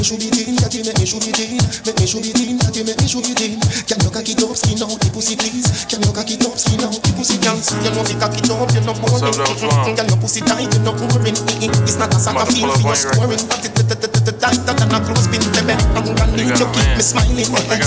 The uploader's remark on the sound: LIVE AUDIO. Recording of my set at Island Saturdays on December 16th, 2023.